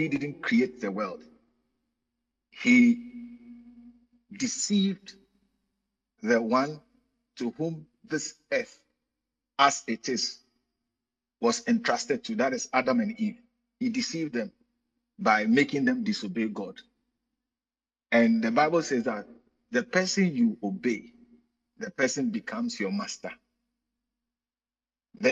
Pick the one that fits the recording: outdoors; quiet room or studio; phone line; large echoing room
large echoing room